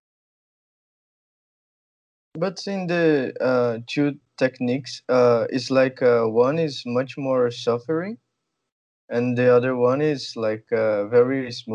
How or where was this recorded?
video call